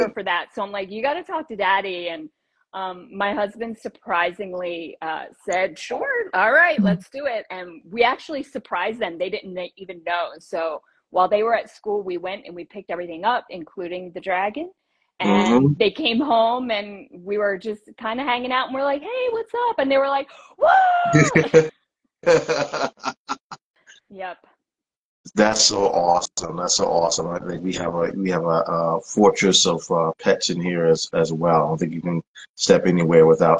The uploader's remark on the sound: Instagram Live Interview